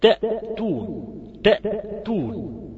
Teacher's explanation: تأتون فيها نفس بسيط جدا كردة فعل بس انفتاح المخرج، انما في مفيش هواء كالهمس مثلا، ليس فيه هواء، ده واضح عنده خالص.